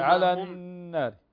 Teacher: النون مشددة تغن بمقدار حركتين